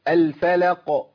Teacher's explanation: اللام مرققه فاء مرققه. لام مرققه القاف مفخمه.